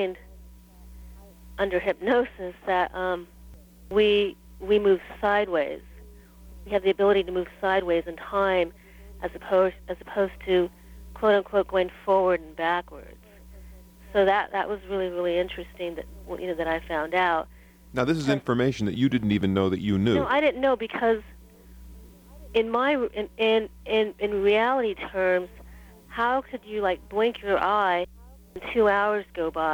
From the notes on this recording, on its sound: 1992 Timeless Voyager Radio interview. LIVE plus listener call-ins.